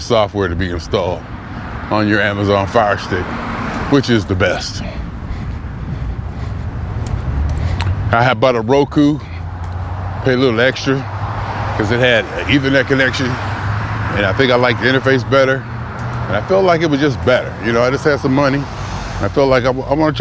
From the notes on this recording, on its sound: Me Walking Talking